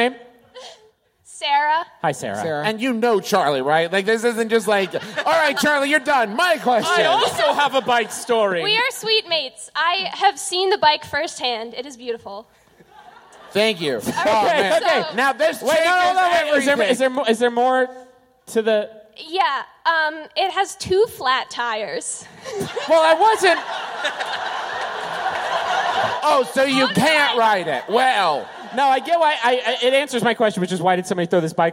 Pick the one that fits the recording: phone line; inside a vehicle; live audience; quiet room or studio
live audience